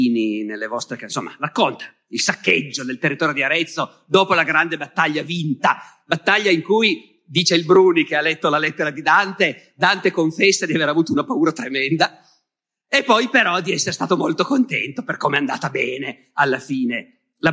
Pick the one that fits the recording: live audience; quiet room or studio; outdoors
live audience